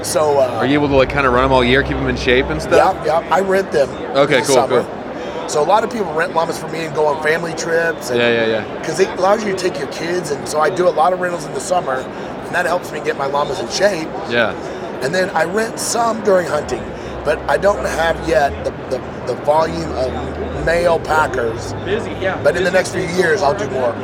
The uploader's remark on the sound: LIVE FROM THE HUNT EXPO // SALT LAKE CITY, UT. Though podcasting was not my first priority at the expo, I was able to record some content to share with you.